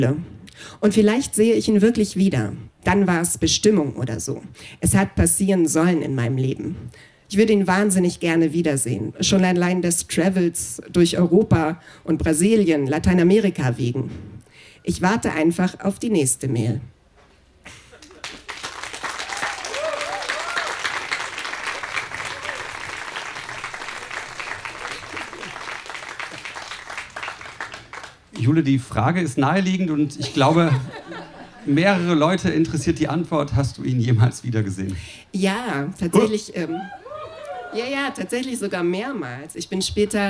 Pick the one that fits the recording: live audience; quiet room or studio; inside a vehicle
live audience